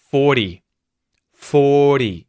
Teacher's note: In the Australian accent, the R isn't pronounced if there's a consonant after it. 40. Two vowel sounds either side of the T, so T flap.